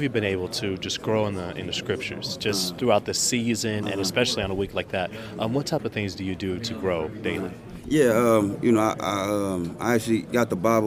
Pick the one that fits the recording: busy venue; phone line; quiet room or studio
busy venue